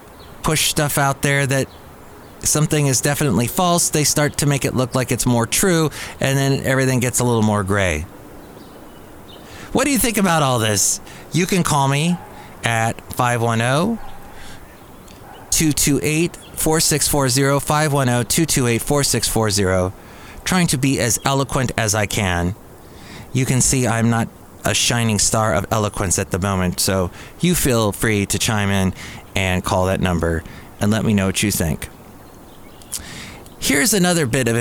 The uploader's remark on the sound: podcasts live from Cafe Anyway